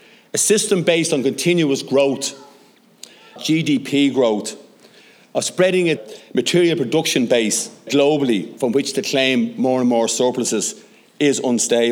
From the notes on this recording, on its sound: short recorded segment from the centenary celebration of the first Dáil Éireann